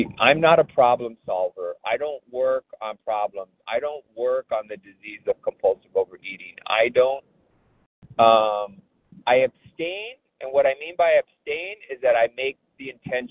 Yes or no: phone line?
yes